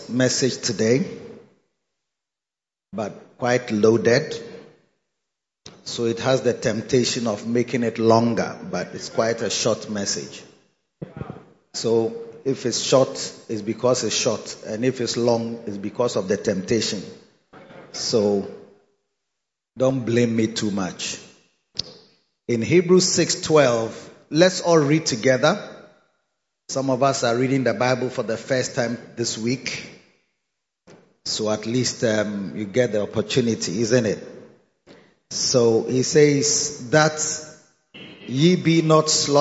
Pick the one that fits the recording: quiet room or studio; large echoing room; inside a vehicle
large echoing room